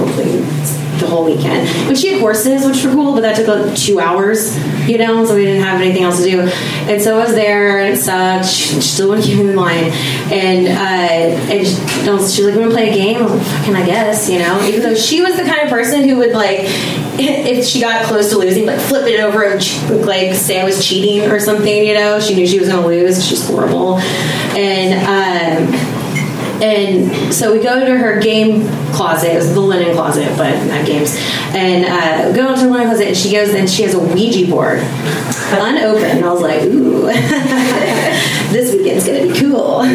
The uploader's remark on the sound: Live from Genuine Joe's